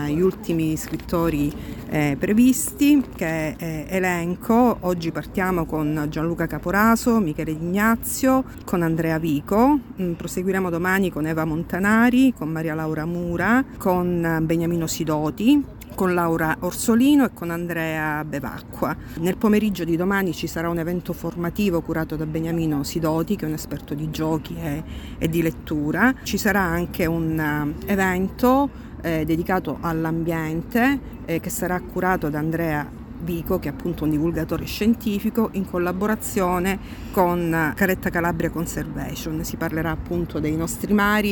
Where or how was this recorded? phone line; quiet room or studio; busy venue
busy venue